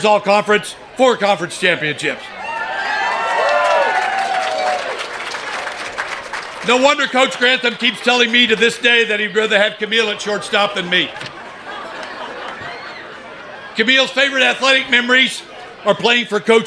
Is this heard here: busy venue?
yes